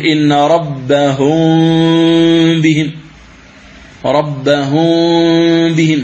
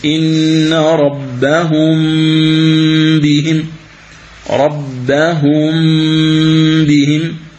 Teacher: تنطق بالميم، تضع الشفتين على بعضهما ثم تأتي بالغنة بمقدار حركتين · Shown in: second take · Term: الإخفاء